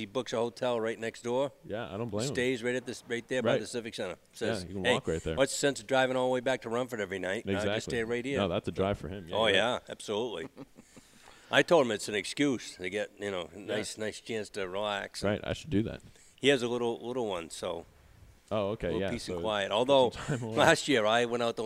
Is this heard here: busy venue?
yes